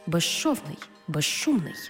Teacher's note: У словах безшовний і безшумний свистячий з плюс шиплячий ши всередині слова разом вимовляємо як жи-ши